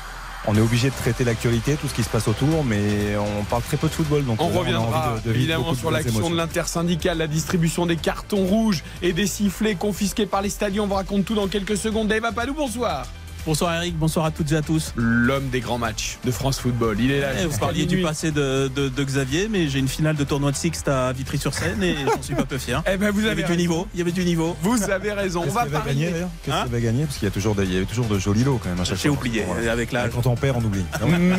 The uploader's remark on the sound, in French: en direct du stade de France